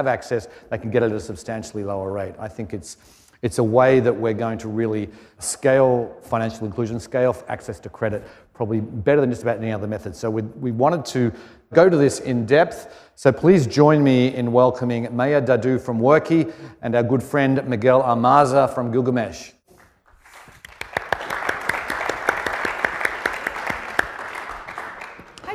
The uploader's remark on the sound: Live keynote conversation at LendIt Fintech LatAm in Miami. My live keynote conversation at LendIt Fintech LatAm in Miami.